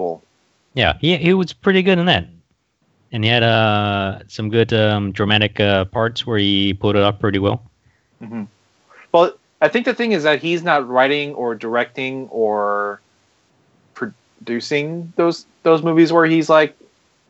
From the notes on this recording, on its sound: Unfortunately we have some recording issues, with dropping out and connections I guess, so sorry for that.